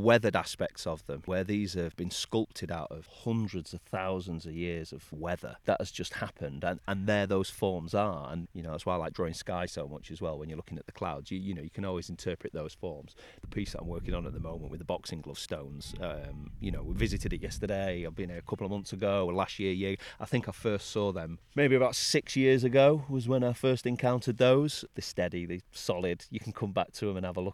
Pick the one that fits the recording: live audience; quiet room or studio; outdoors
outdoors